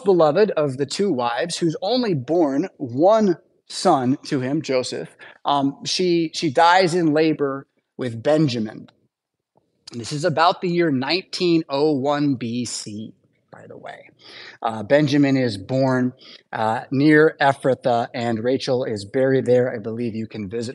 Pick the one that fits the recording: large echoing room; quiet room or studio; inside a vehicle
large echoing room